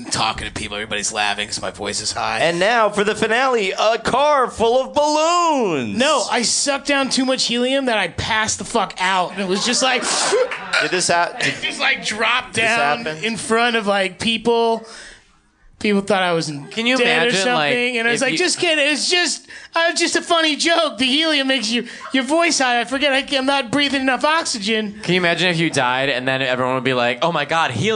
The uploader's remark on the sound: In this LIVE episode from Union Hall in Brooklyn.